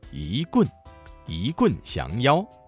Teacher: 一棍降妖的一字，一字在四声字前变成了二声 · Term: 语流音变